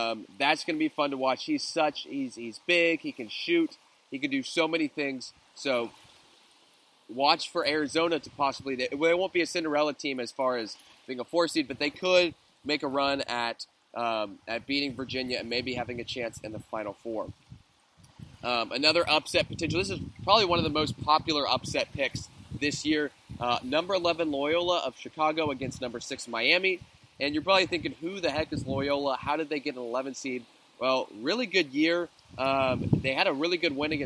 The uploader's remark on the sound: Going live from the beach in Boca Grande, Florida.